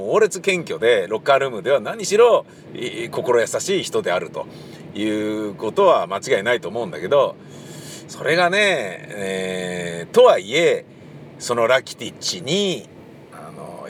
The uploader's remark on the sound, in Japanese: またまた車の中で録音して見ました